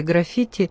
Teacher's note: В слове «граффити» нередко неправильно ставят ударение, говорят «граффити». Между тем, ударение здесь на втором слоге